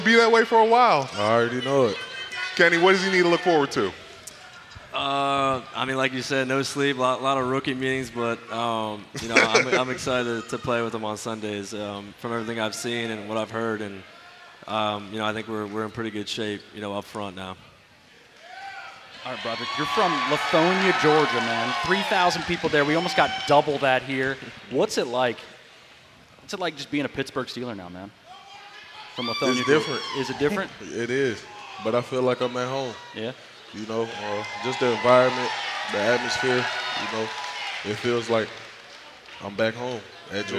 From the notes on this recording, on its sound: live at the Steelers draft party!